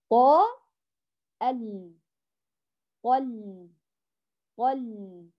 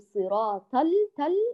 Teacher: فنفخم الطاء ونرقق اللام · Shown in: first take